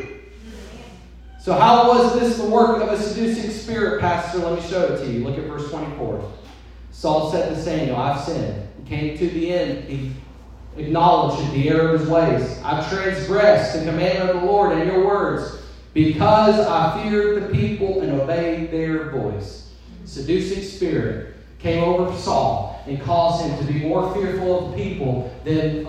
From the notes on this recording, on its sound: This episode is a different format than our normal episodes as it includes a sermon preached at our church in Tennessee.